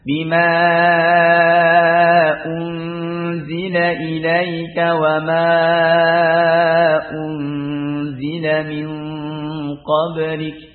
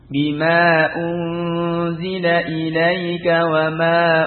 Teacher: semua dibaca mad, ya, dengan panjang. Bima unzila ilaika wa ma unzila min qablik, ya. Ini pada apa, jaiz munfasil.